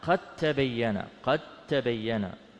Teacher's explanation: العلو والصفة، نحو قد تبين، قد تبين. فالدال ها هنا ساكنة وبعدها التاء، وهما متقاربان في المخرج وحتى في الصفات